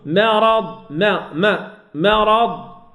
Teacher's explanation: الراء مفخمة والميم مرققة